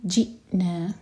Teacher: حمزہ پر سکون تو cut off sound. جئنا، لیکن حمزہ پر قلقلہ نہیں ہونا چاہیے.